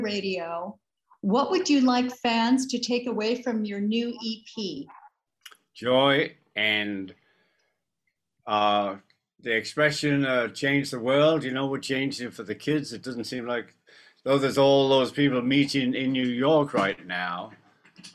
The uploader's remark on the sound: on a private Zoom press conference